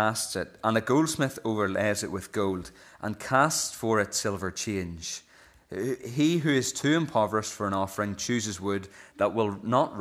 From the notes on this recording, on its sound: This is the recording of the Bible reading and sermon from our morning service on Sunday 10th December 2023.